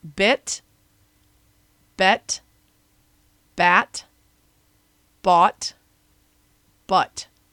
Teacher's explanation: And pay attention to where in your mouth that vowel sound happens to figure out how this works, because the vowel sound moves from the front to the back of your mouth with each word